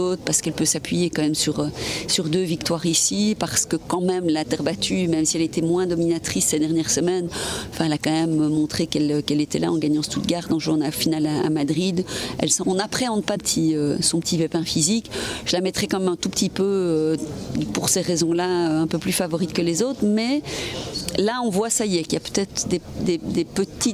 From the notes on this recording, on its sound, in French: Je l’ai rencontrée dans le cadre d’une conférence de presse organisée à l’occasion des 50 ans d’engagement de BNP Paribas dans le tennis.